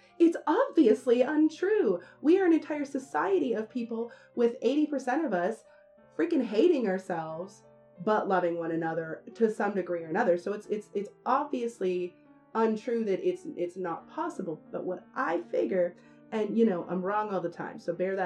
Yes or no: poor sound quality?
yes